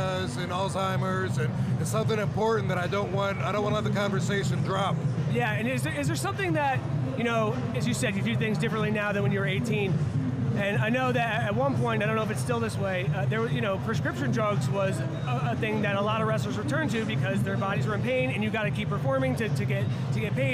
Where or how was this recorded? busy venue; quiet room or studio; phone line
busy venue